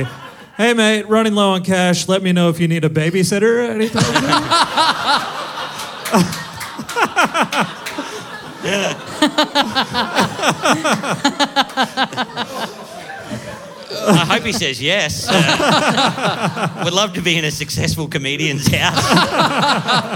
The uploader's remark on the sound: Live in Melbourne.